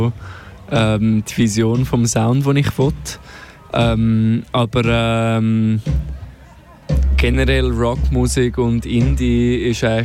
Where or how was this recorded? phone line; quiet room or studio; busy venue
busy venue